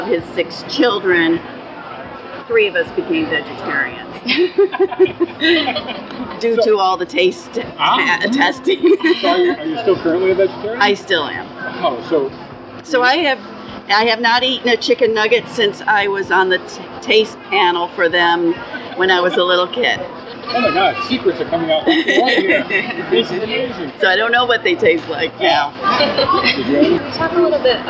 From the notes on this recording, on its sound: Recorded August 2018 at the New York State Fair.